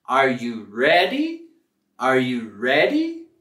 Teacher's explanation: con nuestra entonación, al final de la pregunta, vamos a subir